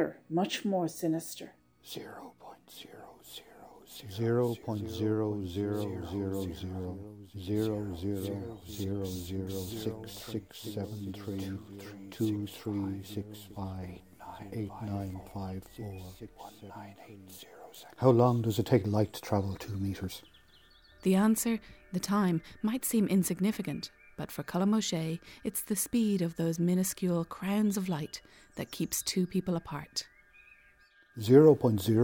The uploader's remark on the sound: Lives in Brazil and she recorded in the forest by her home.